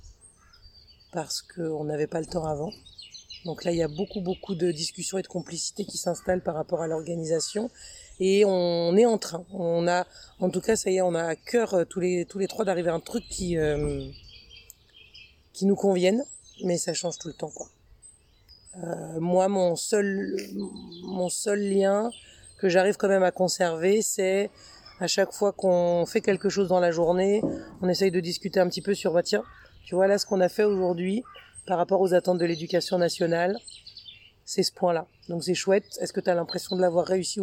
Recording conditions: sounds in the background